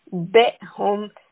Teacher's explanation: The hamza is very clear. It is very audible. This is what it means when hamza comes from the lower throat. So we don't want a majhul, unclear ambihum sound.